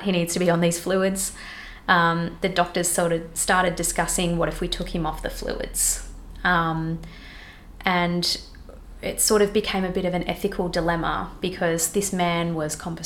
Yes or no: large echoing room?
no